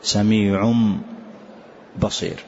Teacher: نقلب هذا التنوين إلى ميم كاملة · Term: الإقلاب